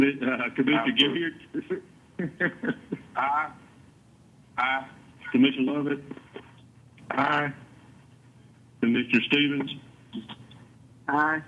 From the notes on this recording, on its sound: Regular teleconference meeting of the Liberty County Board of Commissioners.